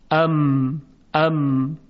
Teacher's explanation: میم هم صفت ازلاق داره، چون از زلق لب یا زلق و شفه تلفظ میشه